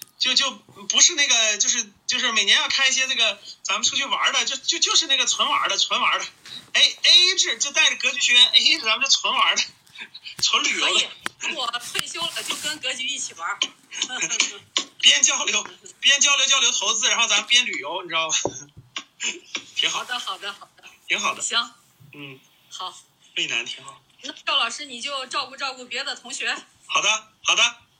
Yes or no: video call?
yes